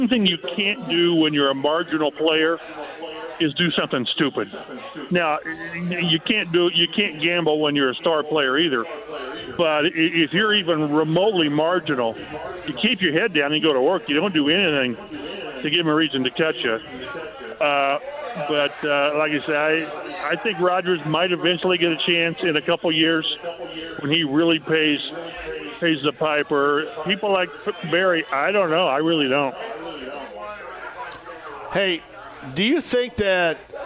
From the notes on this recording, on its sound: opens the show LIVE from Iarias Restaurant